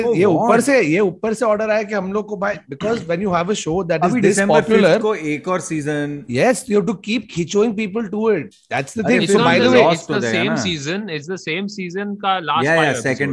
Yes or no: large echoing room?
no